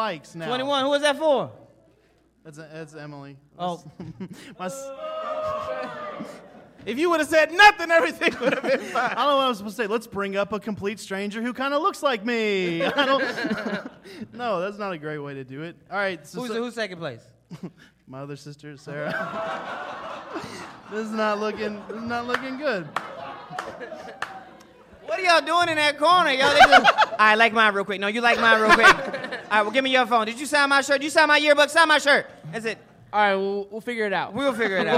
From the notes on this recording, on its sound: The 100th Episode LIVE from Relapse Theater. Live from Relapse Theater in Atlanta GA.